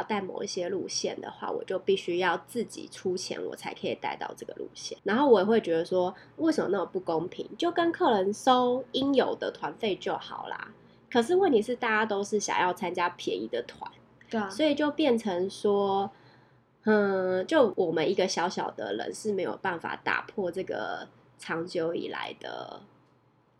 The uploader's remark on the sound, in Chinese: 這集因為忘記關空調有一點點小雜音！請見諒